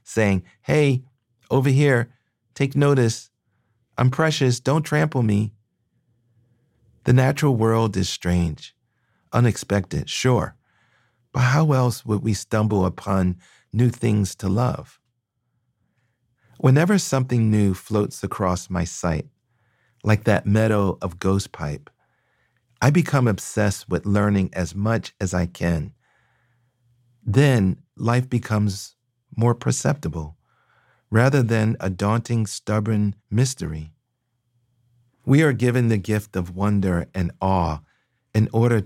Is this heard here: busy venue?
no